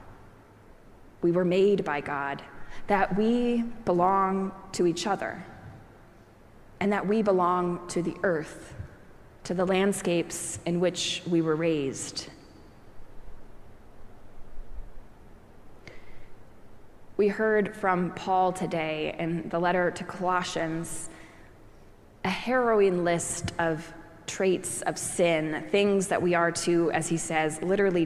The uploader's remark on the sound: Preached at our celebration of the Holy Eucharist on the Eighth Sunday after Pentecost.